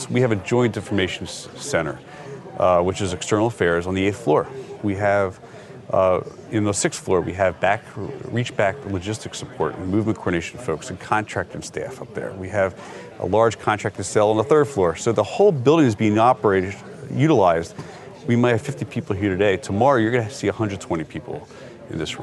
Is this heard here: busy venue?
yes